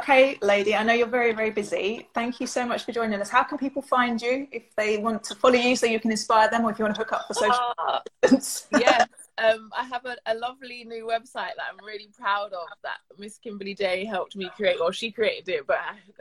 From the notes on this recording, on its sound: The sound quality of this episode could have been better.